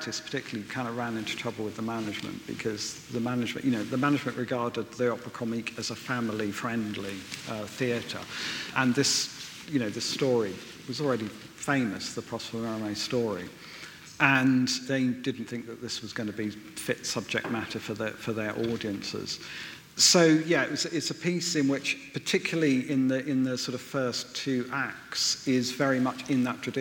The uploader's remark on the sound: Recorded live at a seminar in the Howard Assembly Room at Opera North.